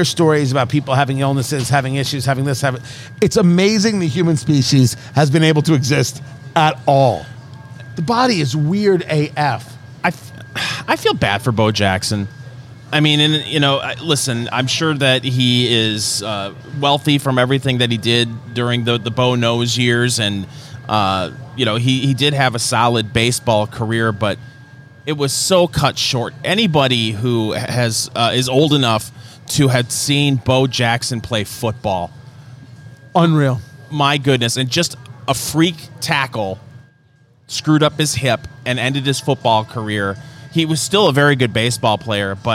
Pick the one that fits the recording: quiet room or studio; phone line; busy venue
busy venue